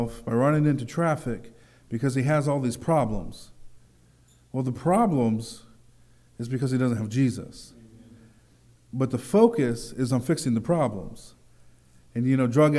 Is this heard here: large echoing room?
yes